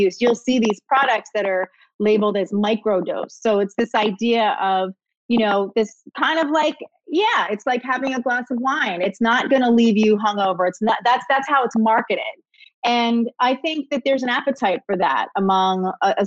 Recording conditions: video call